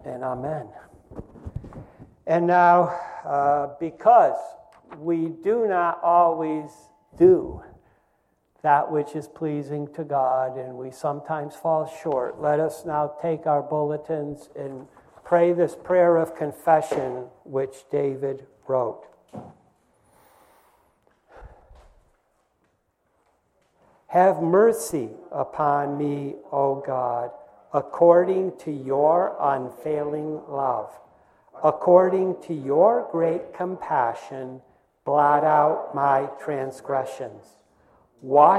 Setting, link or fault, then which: setting, large echoing room